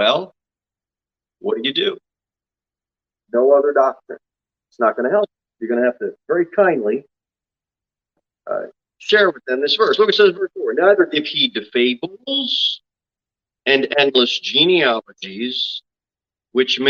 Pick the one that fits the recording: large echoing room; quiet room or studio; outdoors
large echoing room